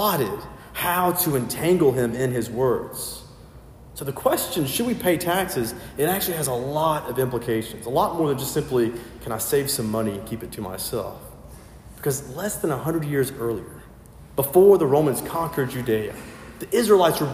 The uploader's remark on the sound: filled in at a local sister parish and preached